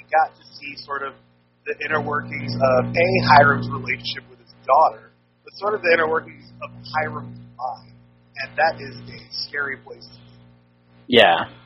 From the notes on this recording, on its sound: So this is a pretty spectacular fail on the audio-quality side, but we are working to try and fix/recover what we can.